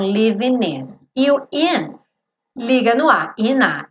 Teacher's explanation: Daqui é interessante, porque o living não vai ter som o G, certo? Então, a gente vai ligar o N do living já no in.